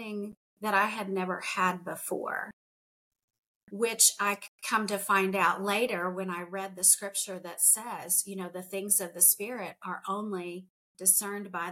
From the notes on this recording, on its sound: I encountered challenges with my video conferencing app, leading to frequent crashes during recording. If you noticed any delays in my responses, it was a result of these technical issues.